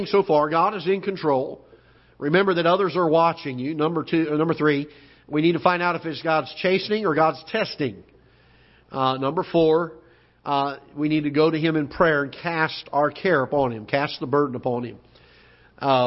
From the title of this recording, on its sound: Ketha Heights Baptist Church ~ Live Broadcast